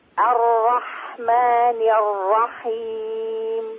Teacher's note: أظهر التشديد، يعني أظهر أن هناك راءين. أعطي لكل راء، أيوة، أعطي لكل راء حقها من الزمن.